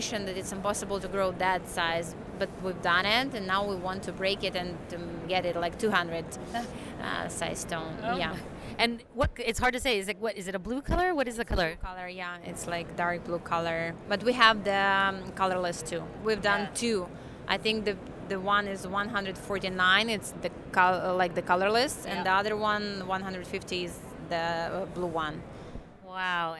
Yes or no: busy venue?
yes